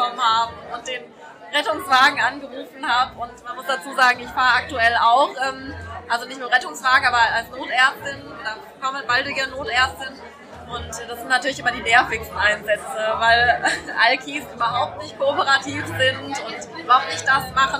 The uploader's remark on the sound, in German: In der großen Live-Show kurz vor Weihnachten